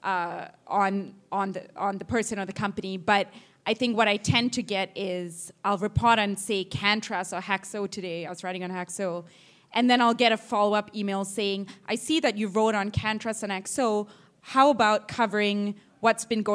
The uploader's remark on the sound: This time around we’re publishing a live-recorded panel discussion moderated by local cannabis accelerator program Leaf Forward as part of our new monthly Cannabinoid Futures speaker series.